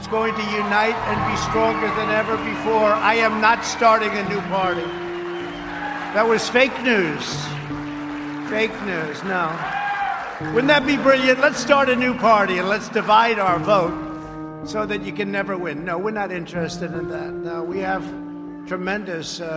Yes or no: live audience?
yes